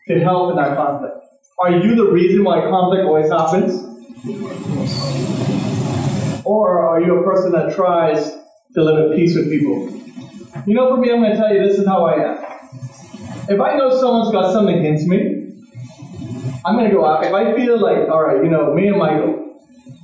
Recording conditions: poor sound quality